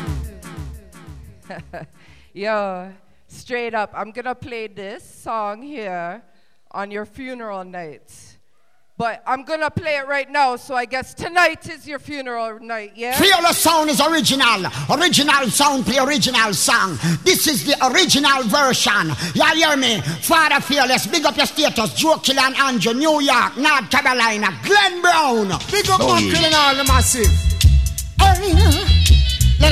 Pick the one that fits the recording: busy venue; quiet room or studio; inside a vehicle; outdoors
busy venue